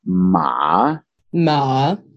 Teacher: Third tone, it's like it drops in. It's like a little valley.